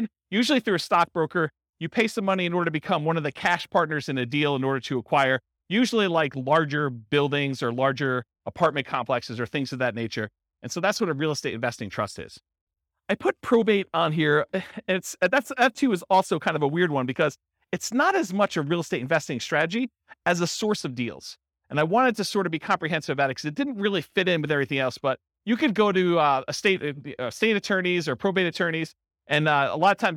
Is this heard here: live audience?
yes